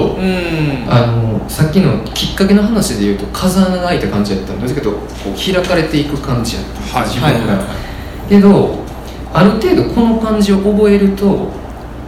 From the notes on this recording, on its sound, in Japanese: 8/4に開催した『微花』×『つち式』のトークイベント（恵文社一乗寺店）の音声